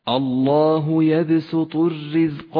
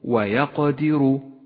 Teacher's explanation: الراء الأولى في كلمة الرزق راء مرققة لأنها مكسورة، والراء الثانية راء مفخمة في كلمة ويقدر ويقدر، فخمت لأنها مضمومة وقد ميزت باللون الأزرق الغامق إشارة إلى تفخيمها.